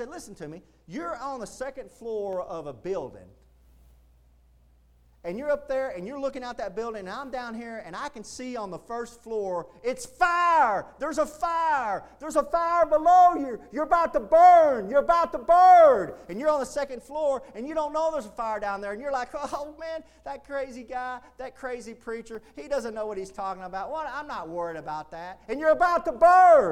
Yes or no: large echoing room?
yes